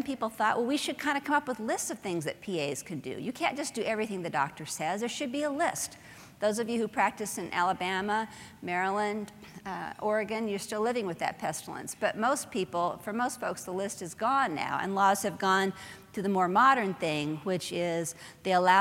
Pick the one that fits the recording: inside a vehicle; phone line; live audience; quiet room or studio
live audience